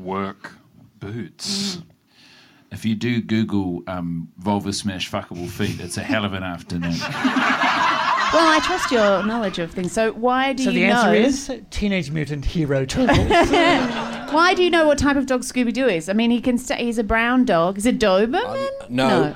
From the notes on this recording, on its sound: Special Edition Best of Wax Quizzical Live Podcasts! Feel the energy in the room as we take you through the best bits of over 2 years of live specials! Recorded at Comedy Republic.